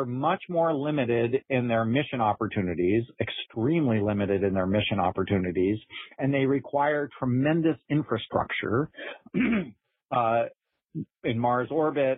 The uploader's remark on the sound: The topic was the subject of the June 16th Future in Space Operations teleconference.